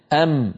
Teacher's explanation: أما الميم فجزءها الفموي هو الجزء الشفوي وجزءها الخيشومي هو الغنة